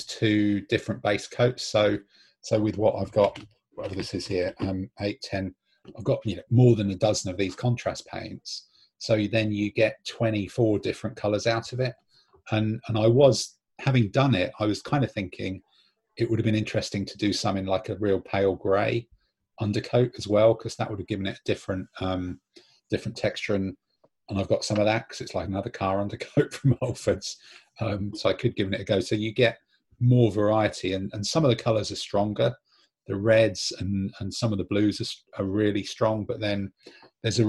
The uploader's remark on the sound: This episode sees all 7 regular contributors Zooming